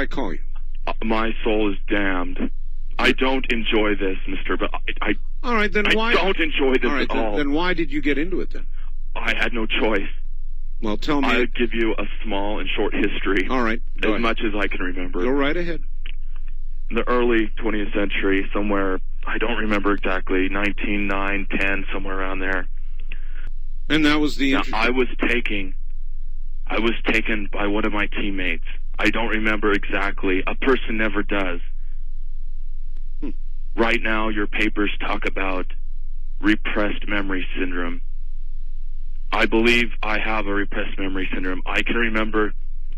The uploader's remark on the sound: In a a classic Coast to Coast AM episode. He decides to open up the phone lines.